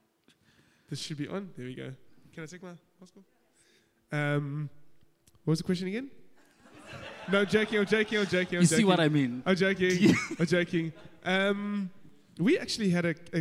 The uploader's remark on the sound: 6PM SERVICE.